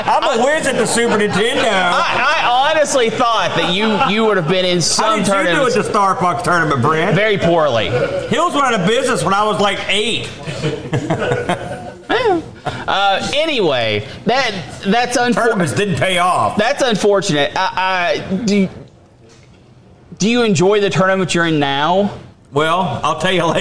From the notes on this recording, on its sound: BOATFEST 2023! LIVE ON STAGE!